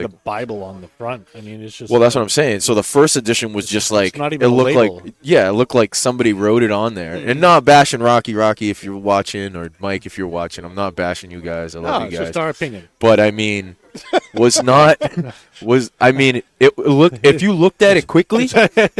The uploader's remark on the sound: Recorded live from the 7-20-4 Lounge!